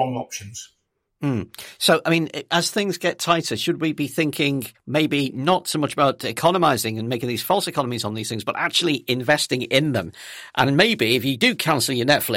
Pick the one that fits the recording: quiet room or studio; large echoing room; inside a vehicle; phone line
quiet room or studio